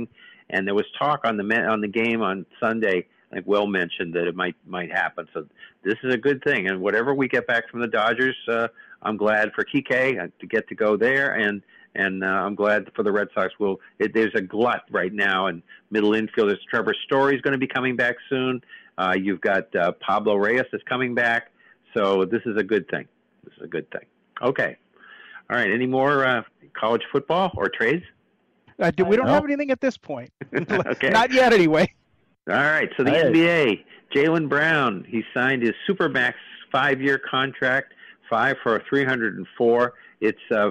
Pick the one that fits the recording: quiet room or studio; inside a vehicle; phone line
phone line